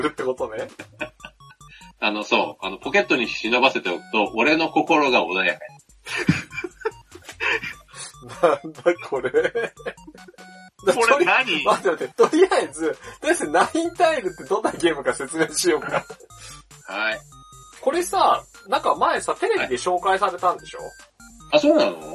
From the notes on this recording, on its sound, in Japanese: 今回もスカイプ収録となっております。一部音質が悪かったりもしますがご容赦ください。